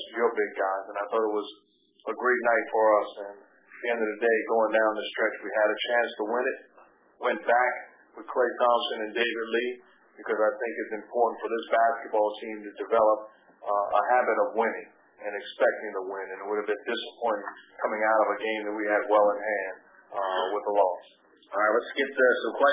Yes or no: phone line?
yes